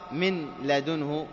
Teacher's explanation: فلا نأتي بالنون ولا صفة النون، كلاهما لا يظهران في الإدغام، فقيل لهم كامل، إدغام كامل بلا غنة لأننا لا نأتي بالغنة في حرفين هما اللام والراء فقط، هما اللام والراء.